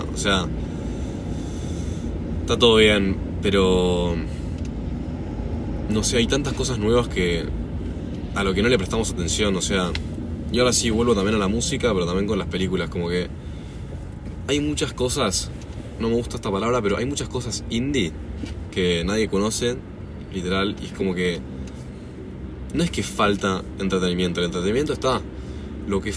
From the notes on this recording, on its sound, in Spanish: Hablando en el auto. Entre bocinas, balizas y una mala calidad de audio grabo un podcast en el auto.